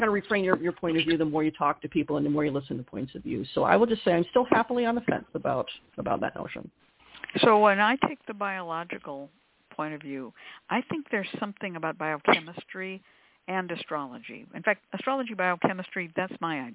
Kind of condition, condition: link, phone line